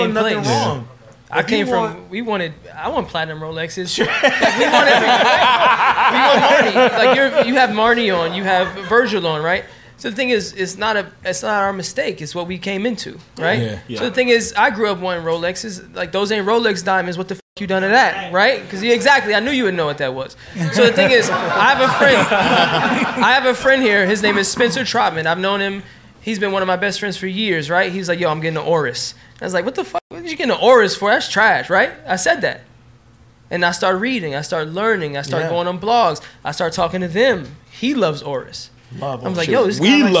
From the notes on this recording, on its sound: Live at SoHo House. In-front of a live studio audience in the Meatpacking section of downtown NYC located at the renowned members only club, SoHo House.